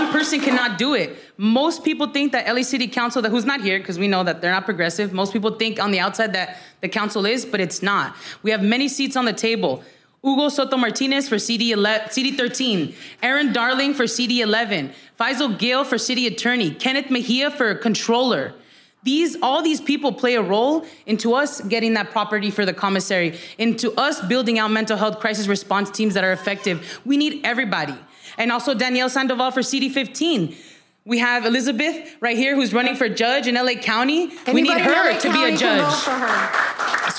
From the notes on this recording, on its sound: This episode was recorded in front of a live audience during “Tamarindo Live: A Celebration of Community” at The Pop-Hop in the Highland Park neighborhood of Los Angeles, where a beautiful community of Tamarindo listeners joined us.